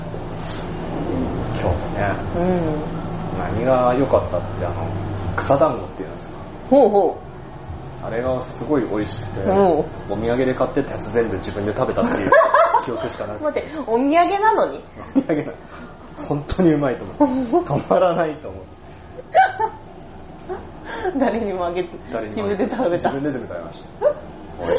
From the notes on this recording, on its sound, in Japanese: いつにも増して雑音が酷いです